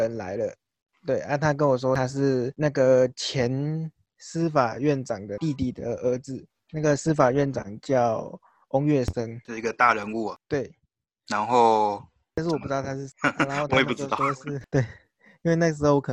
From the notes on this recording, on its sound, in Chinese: 第一次遠距訪談錄音。